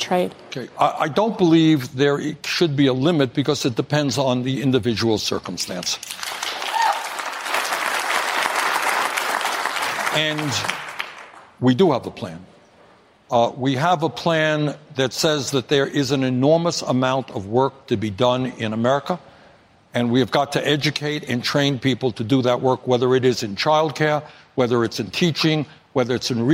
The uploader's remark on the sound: a live town hall